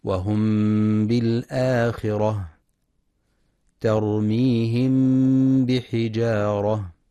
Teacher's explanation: وكيفية النطق بالميم الساكنة يكون بحالة متوسطة بين الإظهار والإدغام مع إطباق الشفتين بدون تشديد، أي الكز، مع بقاء الغنة في الميم. وضابط الإخفاء الشفوي في المصحف تعرية الحرف الأول من حركة السكون التي هي الميم، وعدم تشديد الحرف التالي لها الباء.